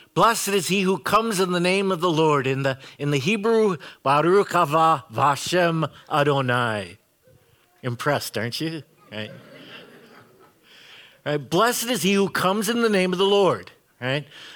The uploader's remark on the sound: Preached this sermon at Bethany's Saturday worship on April 9, 2022. Bethany, Appleton, WI.